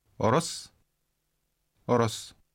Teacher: Mongolians have some difficulty saying words beginning with R, so they put a vowel sound in front of it.